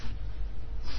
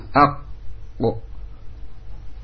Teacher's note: Ataupun qaf pada ujung lidah. Ak bo, pantulannya terasa di makhrajnya hingga terdengar tekanan suara yang kuat · Term: qalqalah